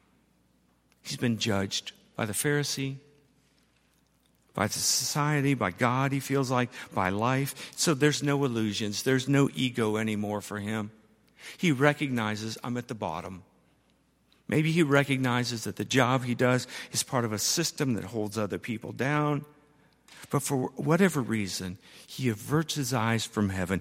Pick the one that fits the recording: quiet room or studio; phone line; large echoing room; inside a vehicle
large echoing room